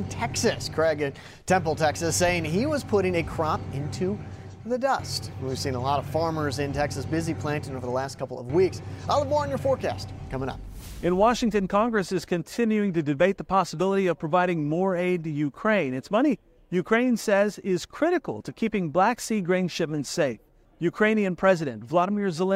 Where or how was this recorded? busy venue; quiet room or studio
busy venue